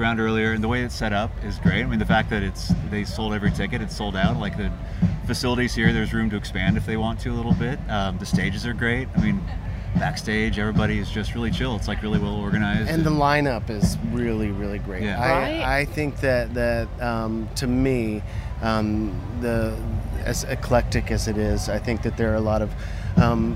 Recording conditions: busy venue